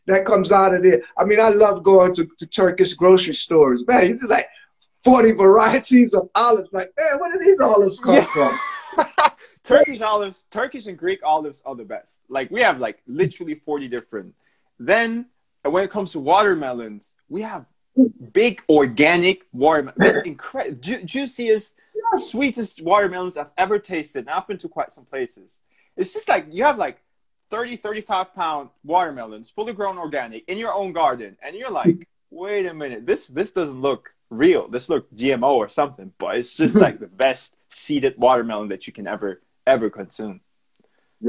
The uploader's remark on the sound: IG Live conversations